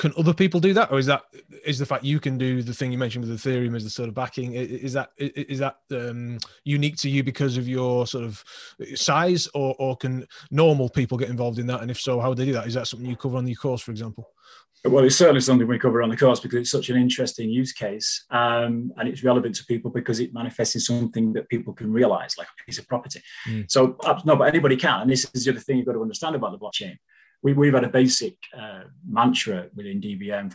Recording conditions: video call